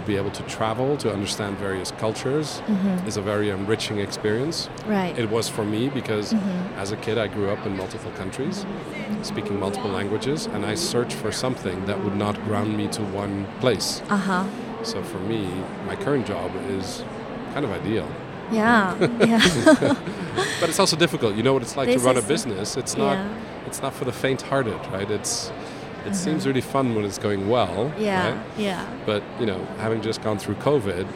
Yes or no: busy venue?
yes